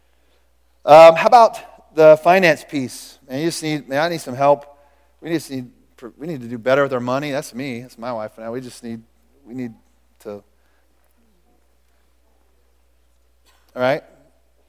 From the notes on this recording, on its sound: Recorded at The Calling Community Church located in Platte City, Missouri. Services are held at the Platte County High School auditorium.